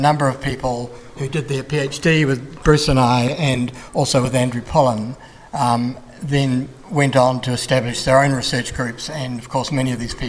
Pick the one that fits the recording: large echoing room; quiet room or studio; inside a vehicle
large echoing room